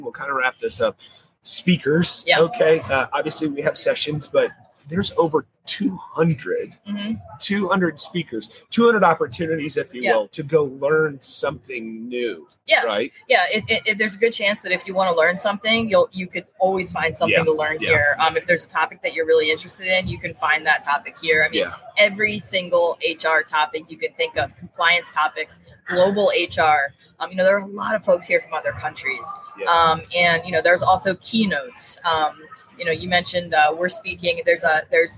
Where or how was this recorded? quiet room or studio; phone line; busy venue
busy venue